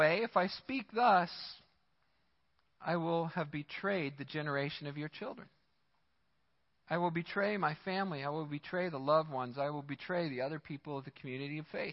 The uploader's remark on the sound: Midland Evangelical Free Church Sermon Audio